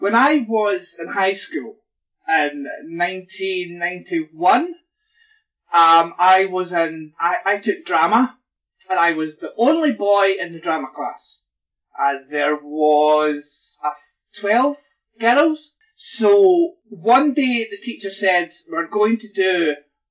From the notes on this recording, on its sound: Audio is not 100% perfect but it doesn't take away from the episode.